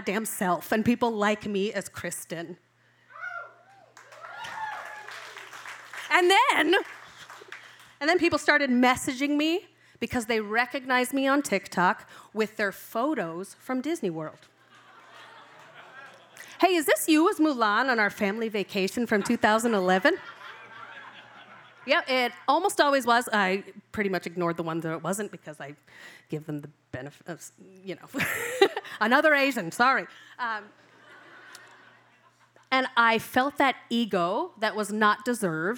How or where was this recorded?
live audience